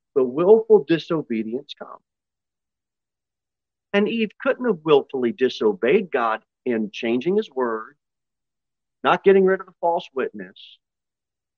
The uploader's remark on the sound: Sermon delivered at Pilgrim Baptist Church on Sunday, January 15, 2023, at 6:15 pm. Jere Whitson Rd.